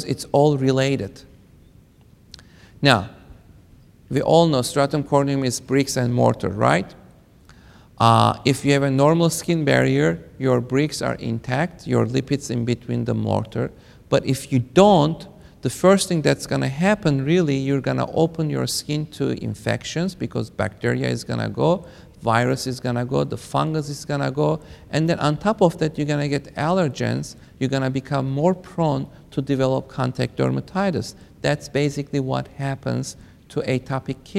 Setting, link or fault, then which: setting, live audience